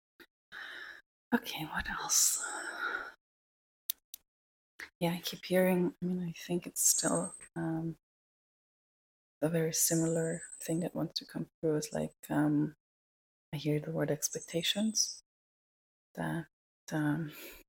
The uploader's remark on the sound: Excuse though the quality. Something weird was going on with the sound that I was not able to correct, no matter what I tried.